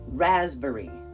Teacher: the emphasis is on the first syllable, ras